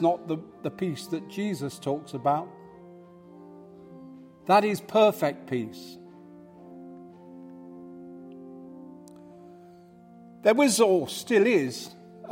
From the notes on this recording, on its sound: Live from St Matthews